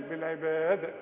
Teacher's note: وإذا وقفنا على كلمة العباد ودي نهاية آية، لازم تقلقل الدال